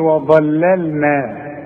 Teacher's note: الظه مفخمة، رقق لي اللمات دي، قول لي وظللنا، النون رققها.